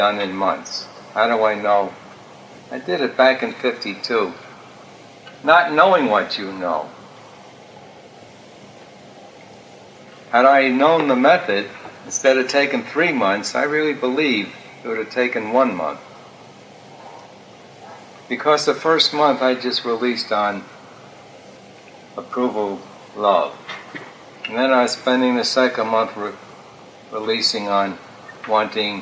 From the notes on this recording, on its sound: I cleaned up the audio a bit as the original was noisy.